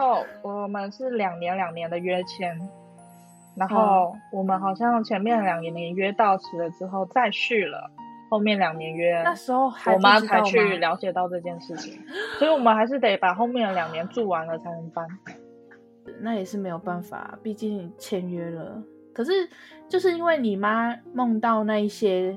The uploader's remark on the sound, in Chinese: 這集在錄製時有許多吵雜背景音。